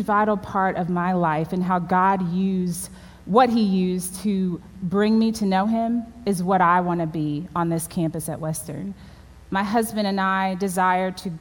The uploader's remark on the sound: at the WholeHeart Conference at Crossland Community Church on September 26, 2020